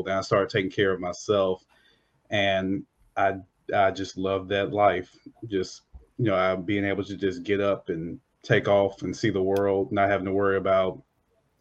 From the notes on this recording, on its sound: Childfree Convention Replay. Panel replay from the 2022 Virtual Childfree Convention.